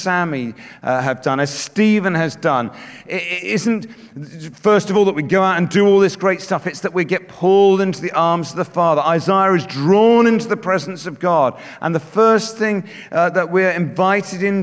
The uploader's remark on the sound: Speaking at The Message Conference 2019